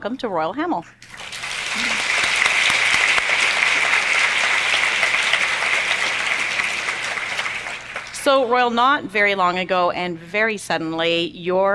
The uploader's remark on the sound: Hosting a LIVE recording at the Schlegel Villages Operational Planning Conference in Niagara Falls.